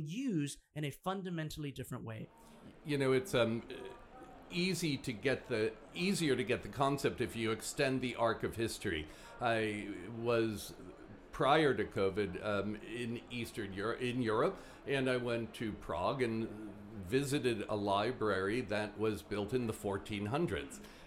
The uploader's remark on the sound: At HKFTW. LIVE from Hong Kong FinTech Week.